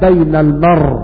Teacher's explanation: ننقل حركة الهمزة إلى الراء الساكنة فتصير بين المرء، فنقف عليها بين المرء، والوقف بالسكون.